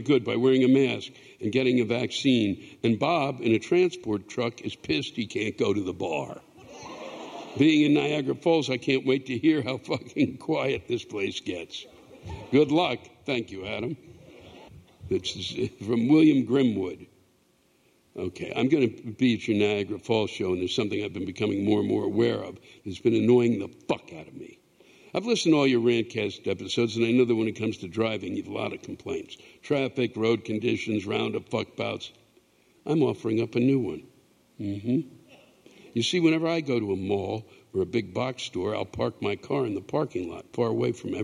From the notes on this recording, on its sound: The live rants come from the show on July 22, 2022